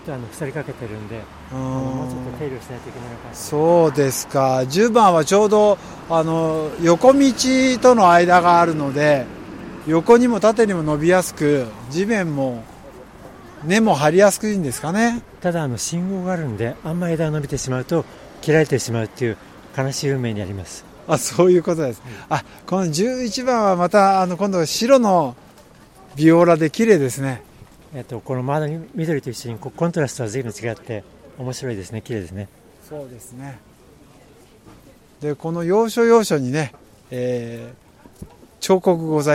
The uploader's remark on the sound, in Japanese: くにたち大学通り3番からスタート現場から